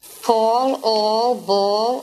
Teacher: Here we're looking at the raising of caught, long open O, to awe. So New York City has a very characteristic raised and pursed awe